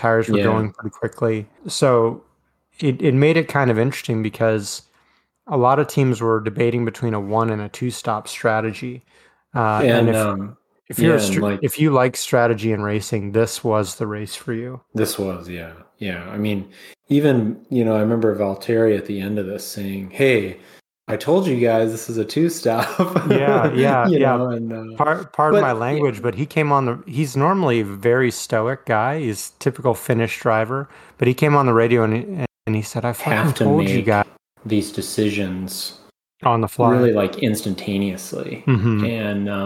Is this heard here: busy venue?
no